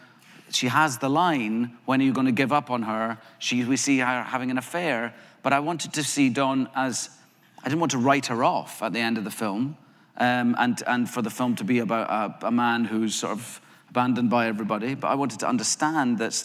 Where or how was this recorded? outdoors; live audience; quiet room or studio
live audience